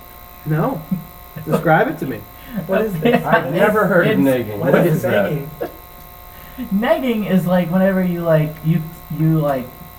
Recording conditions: hum or buzz